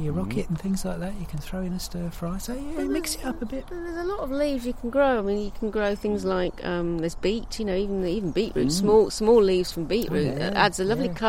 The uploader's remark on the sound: Recorded 'on location' at Easton Walled Garden, Lincolnshire